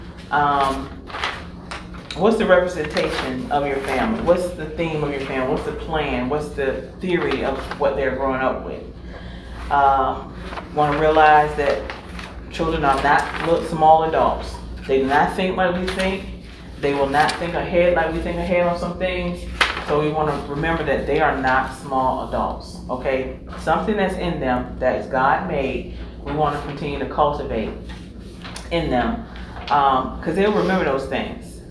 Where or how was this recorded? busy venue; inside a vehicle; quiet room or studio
busy venue